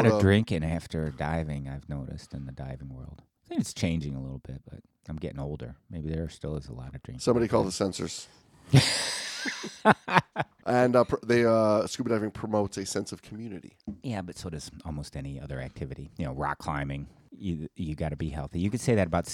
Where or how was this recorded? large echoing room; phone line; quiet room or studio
quiet room or studio